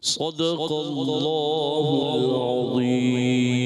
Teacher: اللہ پاک کا لام موٹا کرنا ہے پھر عظیم میں ضا موٹا